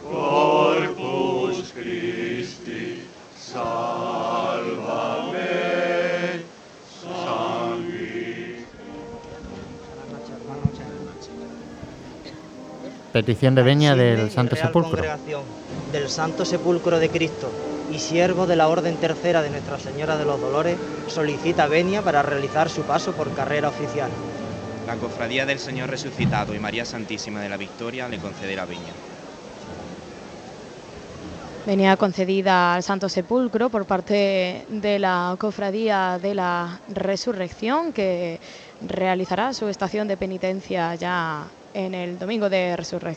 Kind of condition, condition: setting, outdoors